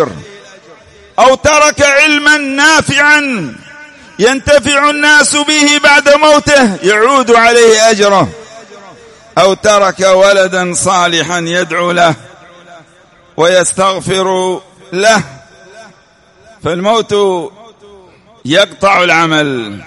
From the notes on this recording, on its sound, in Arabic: سجلت هذه الخطبة في *مسجد الإمام الوادعي* رحمه الله *بالديس الشرقية.